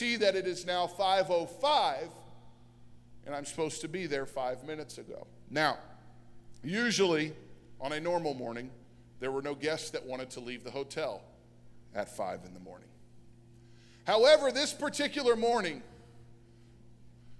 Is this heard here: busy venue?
no